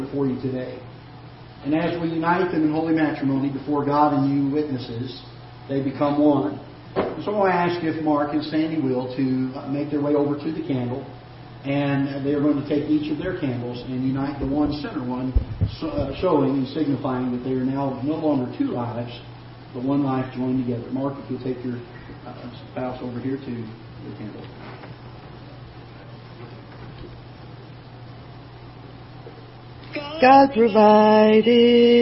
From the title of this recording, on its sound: Ketha Heights Baptist Church ~ Live Broadcast